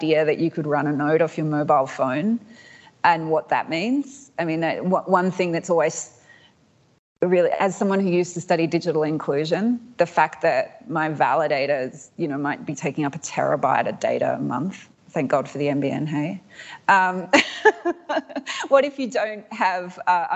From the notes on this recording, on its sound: This episode was recorded live at the ‘What’s Governing Web3?’ conference in Melbourne.